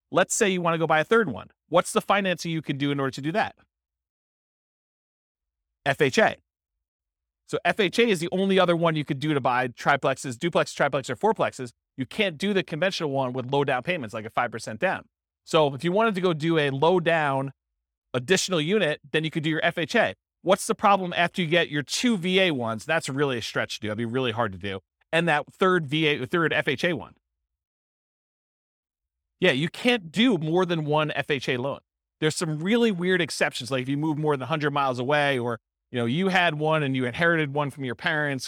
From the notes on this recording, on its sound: This was a live class recorded